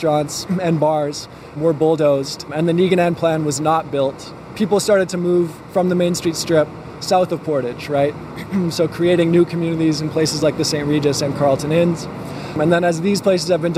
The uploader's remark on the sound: Exploring Inner City Winnipeg. For a walking tour of inner-city history.